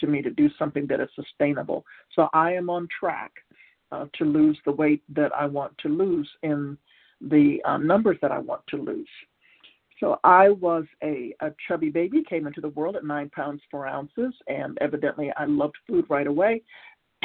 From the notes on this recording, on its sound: from the 100 Pounders Phone Meeting, 2/7/23